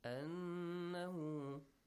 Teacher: Yes, plus a nasal sound. A nasal sound, a ghunna sound. The sound comes from your nose, right?